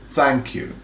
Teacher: The voice, where the tongue is touching the tip of the upper teeth, and two, the unvoiced, where the tip of the tongue is extended just outside the mouth.